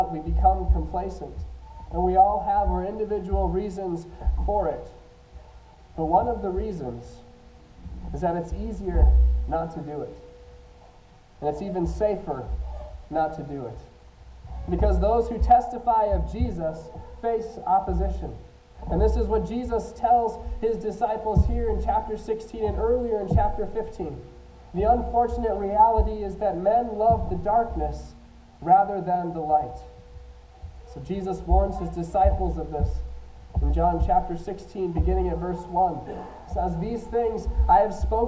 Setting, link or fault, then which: fault, poor sound quality